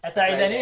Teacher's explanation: مفيش مد لأن النون أصبحت متحركة · Term: الإظهار